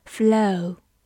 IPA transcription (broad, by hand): fləʊ